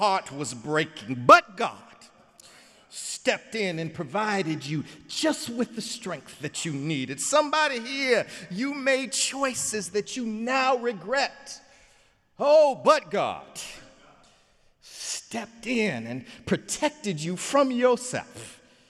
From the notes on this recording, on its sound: sermon on Easter Sunday, Sunday, April 16, 2017 in the Memorial Church